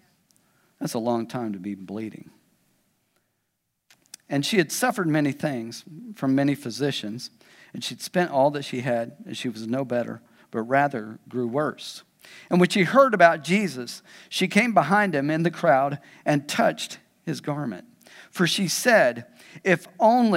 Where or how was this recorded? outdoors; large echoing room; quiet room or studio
large echoing room